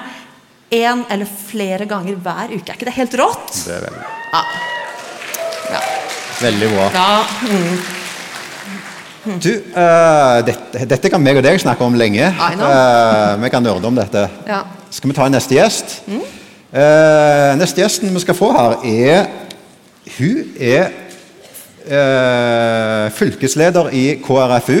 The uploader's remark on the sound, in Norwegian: Live fra Impuls 2024!